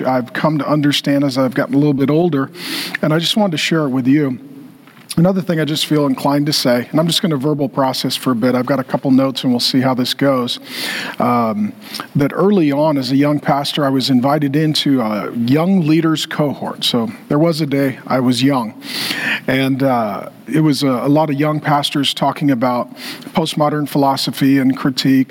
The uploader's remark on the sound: In this throwback talk from 2022. Gave a lecture at TheosU.